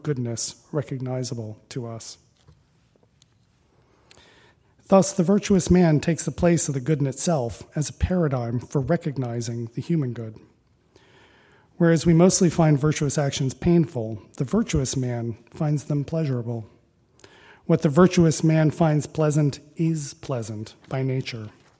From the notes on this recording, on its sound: Recording of a lecture given on September 9, 2016. As part of the Formal Lecture Series.